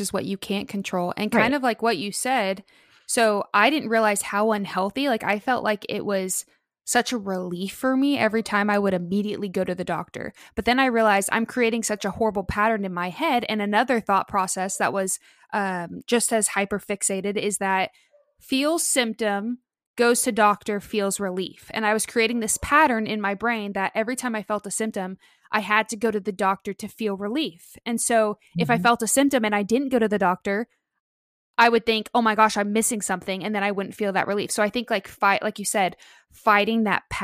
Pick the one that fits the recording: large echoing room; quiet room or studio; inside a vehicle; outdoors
quiet room or studio